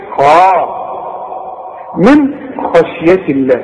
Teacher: من، اوعى تقول لي من خاشيه، من وتفخم لي النون، رقق النون، من فخم لي بقى الخاء، لان الخاء مفتوحه